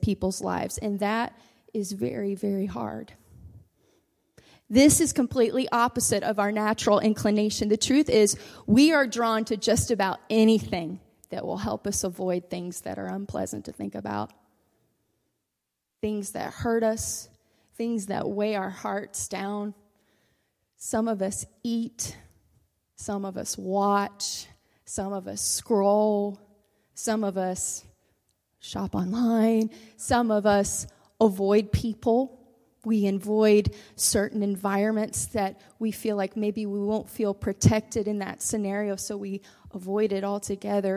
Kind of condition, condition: setting, large echoing room